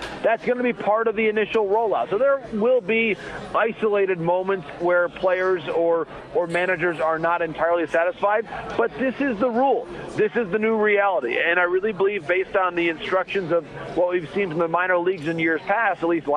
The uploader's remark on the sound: from the Final Four in Houston as he broadcasts from radio row at the college hoops event